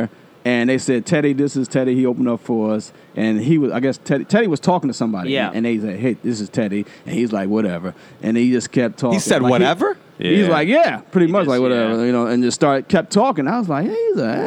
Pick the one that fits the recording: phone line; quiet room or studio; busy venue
busy venue